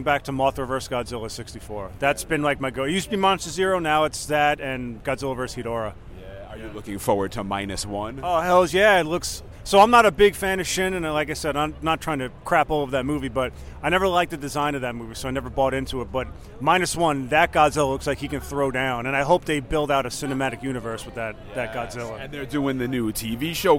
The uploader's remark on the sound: Recorded live at NY Comic Con. There are interviews and special guests right from the show floor.